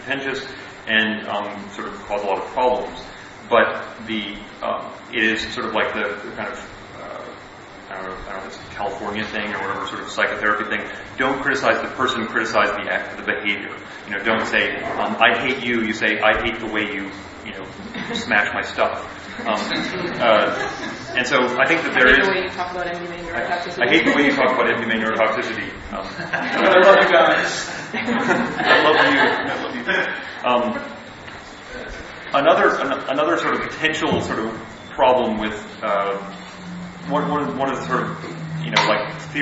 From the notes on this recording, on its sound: a talk they gave at the 2002 Mind States conference that was held in Jamaica